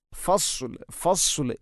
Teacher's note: ഫസ്ലിന് സ്വാദാണ്, സ്വാദിന് പകരം സീനാവുന്നത് പ്രത്യേകിച്ചും ശ്രദ്ധിക്കേണ്ടതാണ്